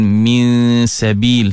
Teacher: nun mati bertemu dengan sin, ikhfa haqiqi, dengung juga dua harakat. Jadi jangan tinggal dengung, ada dua dengung yang rapat-rapat tu, insyaAllah.